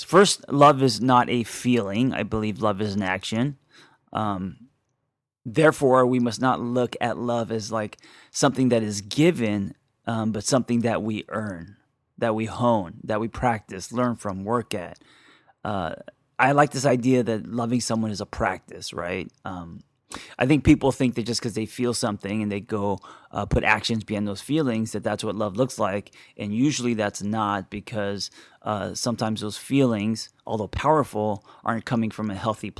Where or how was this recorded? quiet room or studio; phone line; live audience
quiet room or studio